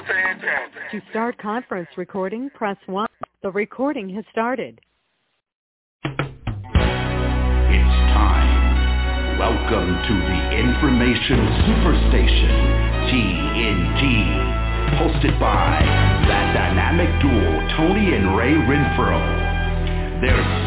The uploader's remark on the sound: TNTSuperfantastic Conference Call